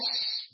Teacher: شین کے لیے کافی وائڈر ایریا یوز ہوتا ہے، کافی ساری زبان اوپر اٹھتی ہے. ایش کہتے ہوئے کافی ساری زبان اوپر اٹھتی ہے.